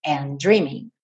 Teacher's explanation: junta num D só